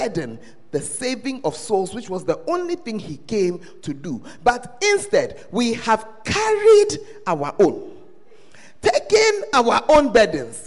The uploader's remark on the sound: Preached at the First Love Center, Ayeduase